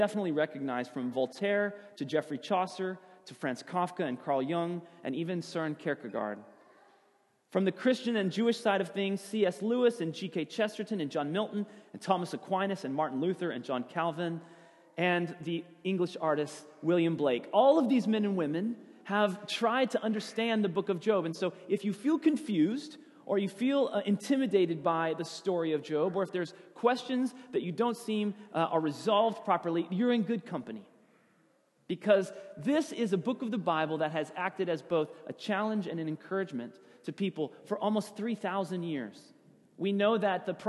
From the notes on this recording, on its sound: Sermon audio from FIBC Copenhagen, Sunday, January 3, 2016.